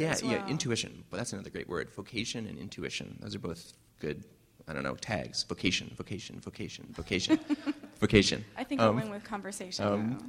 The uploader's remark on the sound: Long Conversation was presented with a live performance